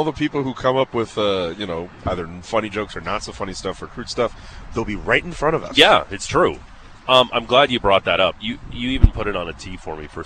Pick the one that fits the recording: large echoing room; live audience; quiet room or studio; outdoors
outdoors